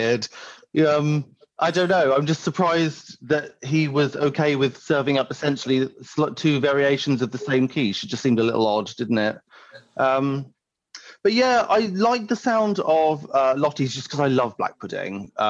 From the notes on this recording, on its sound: recorded this podcast remotely via Zoom.